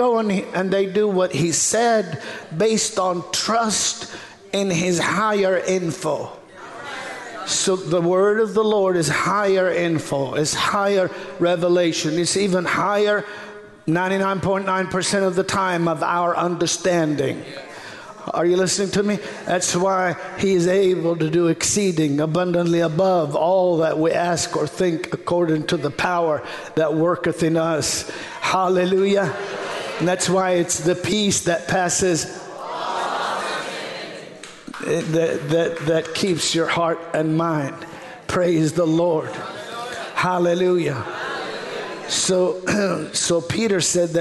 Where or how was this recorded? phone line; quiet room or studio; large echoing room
large echoing room